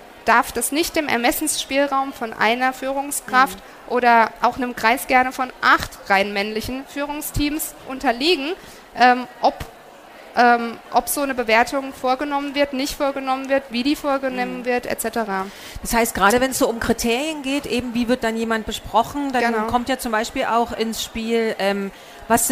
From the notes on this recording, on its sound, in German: Von der herCAREER EXPO live und aus der herCAREER-Community. Der Vortrag wurde im Rahmen der Messe herCAREER 2021 aufgezeichnet.